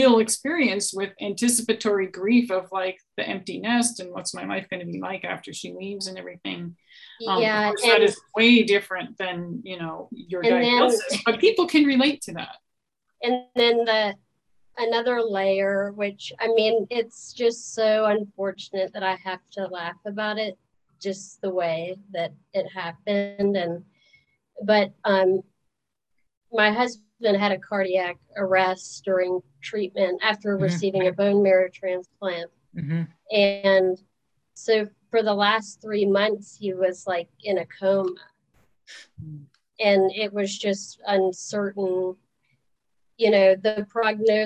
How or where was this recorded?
video call